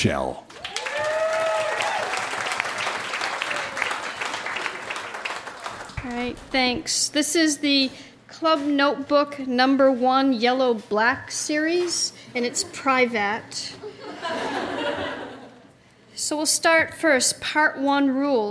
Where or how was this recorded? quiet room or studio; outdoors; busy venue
busy venue